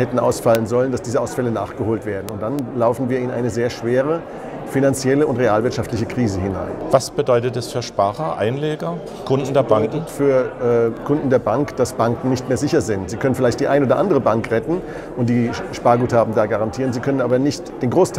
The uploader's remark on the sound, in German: Interview, das am Rande des Kongresses für Frieden und Sicherheit in Europa Anfang Juni im Rahmen des Neuen Hambacher Festes 2019 aufgezeichnet wurde